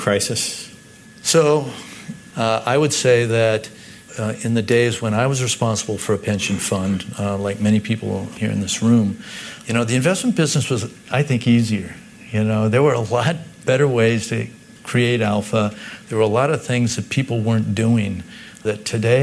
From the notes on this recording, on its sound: This episode took place at a recent Institutional Investor conference for Corporate Funds and Insurance Portfolios, with the core discussion about ICMA-RC occurring in front of a live audience. Live Show Begins.